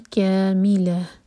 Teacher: आखिर में ता मरबूता पर रुक रहे हैं तो ता मरबूता हा बन जाता है जब हम रुकते हैं और साकिन होगा